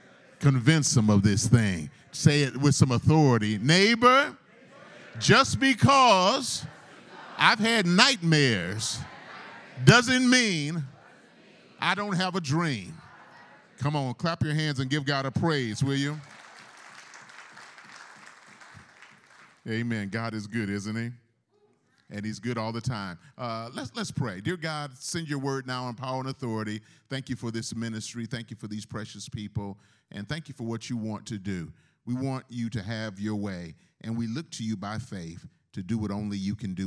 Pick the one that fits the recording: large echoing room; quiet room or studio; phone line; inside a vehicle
large echoing room